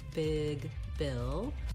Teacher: we have the vowel ih, which is a lax high front vowel · When I'm saying Bill, I just basically go right from that I sound into my L sound. I don't have to do anything special for that L.